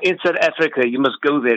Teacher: in South Africa, they move everything to like the top of their throat and they roll their R's